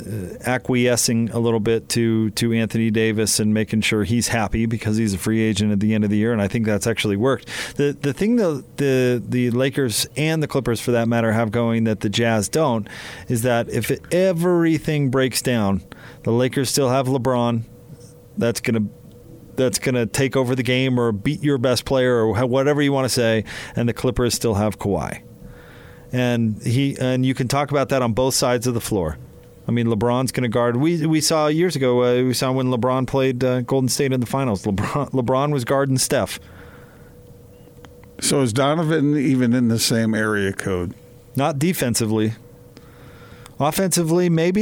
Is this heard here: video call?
no